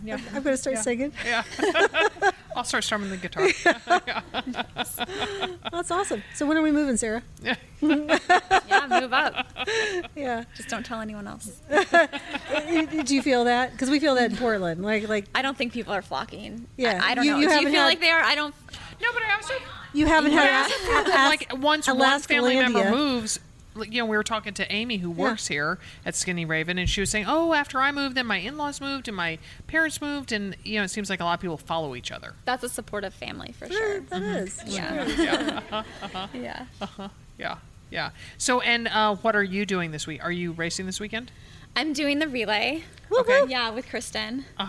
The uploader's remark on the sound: Live in Anchorage. Anchorage, Alaska, with bonus points for recording on the summer solstice!